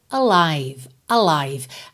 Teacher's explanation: O E final não é pronunciado. E esse I do meio também é o I longo ou aberto, como um ditongo, I, ok? Então, alive, alive.